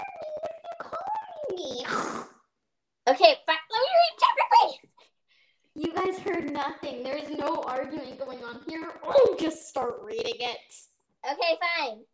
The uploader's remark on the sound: Sorry for bad audio. Microphone, it was being weird.